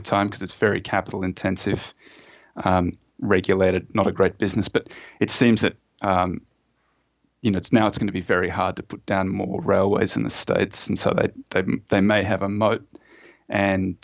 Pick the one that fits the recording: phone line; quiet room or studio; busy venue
quiet room or studio